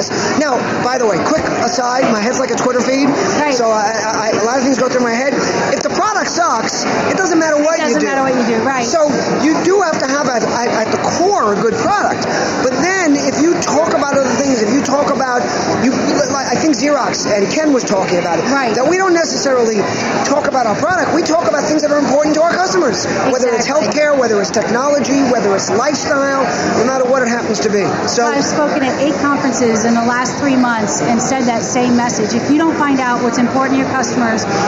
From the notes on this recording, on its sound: on location at Real Time Marketing Labs 2013